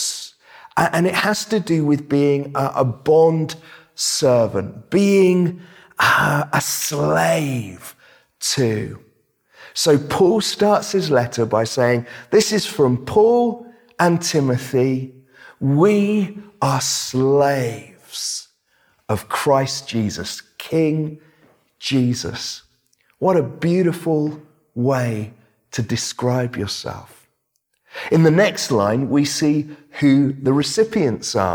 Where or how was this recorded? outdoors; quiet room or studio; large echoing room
large echoing room